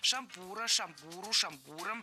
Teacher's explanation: Во всех формах нашего слова мы сохраняем ударение на втором слоге. Шампура, шампуру, шампуром и во множественном числе тоже.